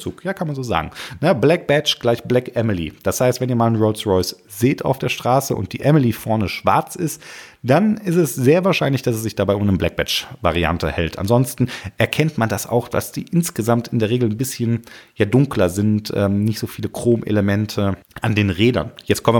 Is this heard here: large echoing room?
no